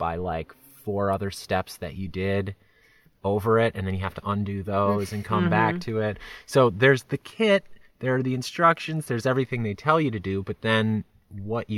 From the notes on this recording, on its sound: We recorded directly from our property for the very first time! I forced everyone to pile into our tent and record from there. You know, because of acoustics.